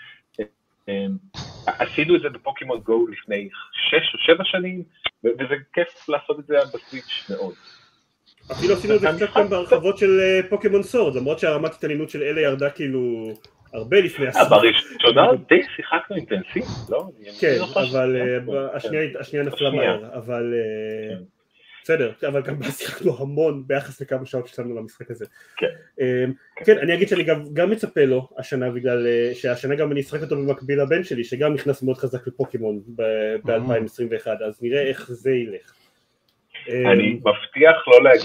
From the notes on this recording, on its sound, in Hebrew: כרגיל עבור סיכומי שנה, הפרק הזה הוקלט בהנגאאוט חי, ששודר דרך יוטיוב ו פייסבוק . בגלל זה איכות הסאונד המחורבנת, ואנחנו מצטערים על זה.